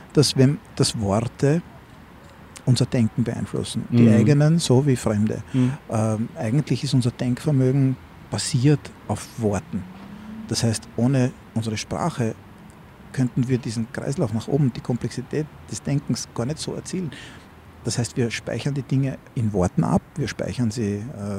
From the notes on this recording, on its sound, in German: Aufgenommen am Donaukanal.